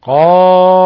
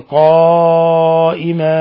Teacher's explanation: عوض التنوين نبدله ونأتي بألف مقدار حركتين فقط · Shown in: first take · Term: مد عوض